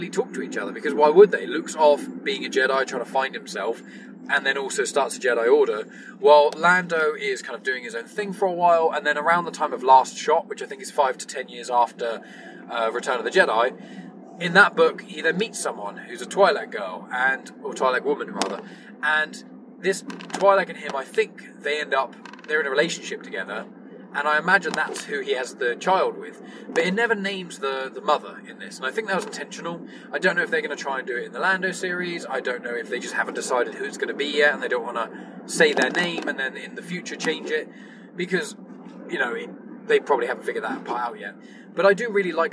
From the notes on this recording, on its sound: recorded this in his car, so the audio quality isn't as good as it usually is